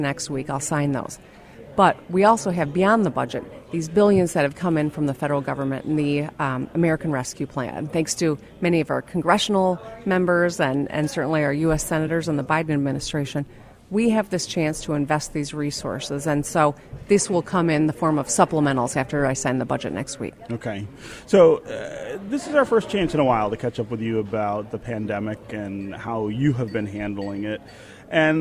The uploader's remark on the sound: from the 2021 Mackinac Policy Conference.